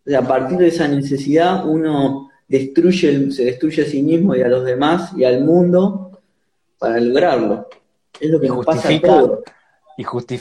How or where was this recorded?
video call